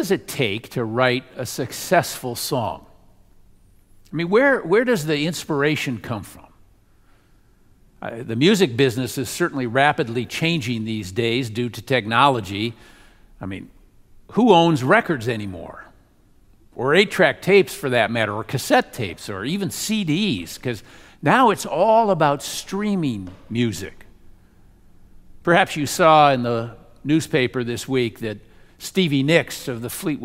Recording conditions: large echoing room